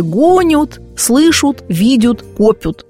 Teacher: Там, где пишется «ад» или «яд», произносится «ут» или «ют». · Term: окончание глаголов